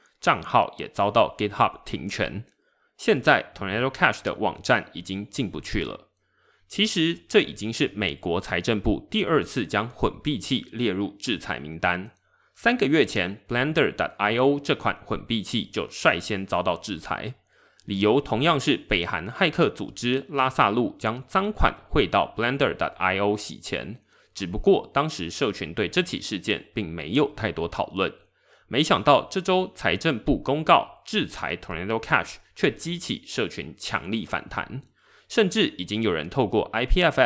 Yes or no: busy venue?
no